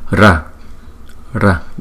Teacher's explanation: đánh cong lưỡi lại là phần cerebral là phần số 3.